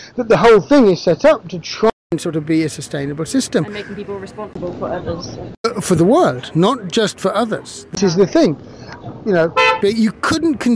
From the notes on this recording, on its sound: This episode was recorded outside on a mobile phone, and the audio quality reflects this. Recorded whilst traveling.